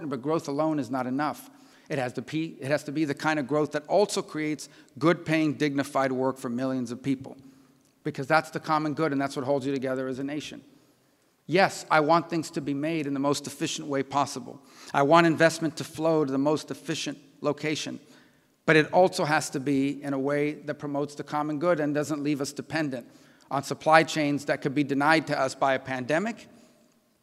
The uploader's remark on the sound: Keynote address at the Miami National Conservatism Conference on September 12, 2022.